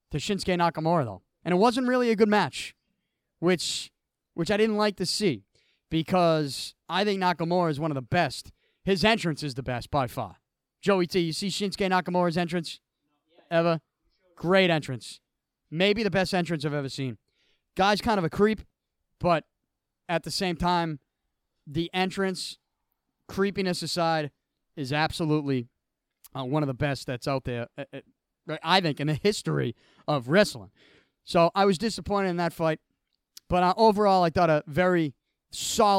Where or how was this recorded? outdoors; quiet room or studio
outdoors